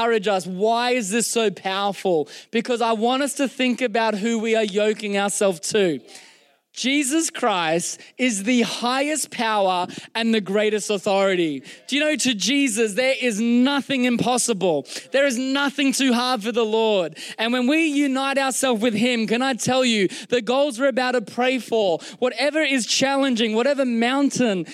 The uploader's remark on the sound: Recorded during our Melbourne East service on Sunday, the 28th of January 2024